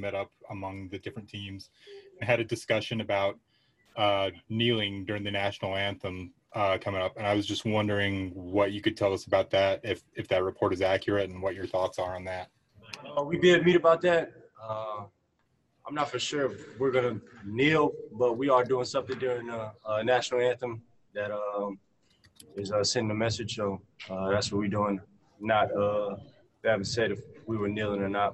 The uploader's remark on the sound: Spoke to the media via Zoom conference after practice on Saturday in Orlando.